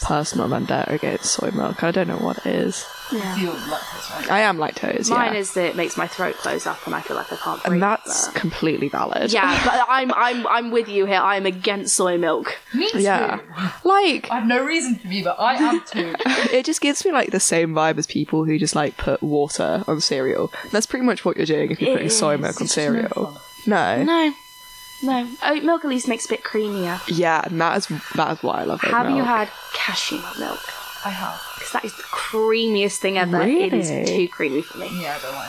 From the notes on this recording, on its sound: apologies for the audio not being as good as usual, there were some technical difficulties